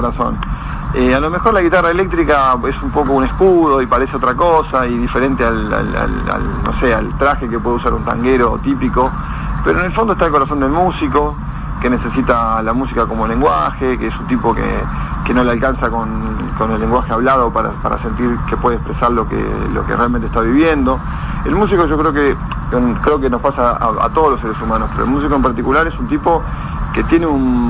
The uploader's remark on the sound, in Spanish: Nota telefónica